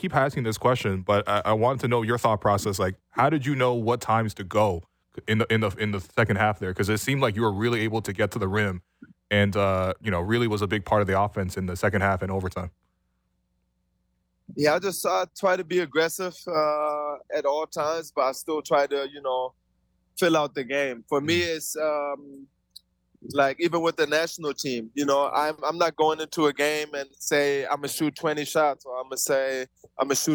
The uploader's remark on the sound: live from the team bus